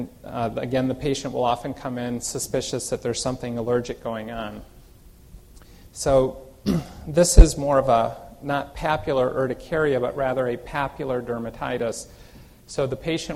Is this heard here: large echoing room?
yes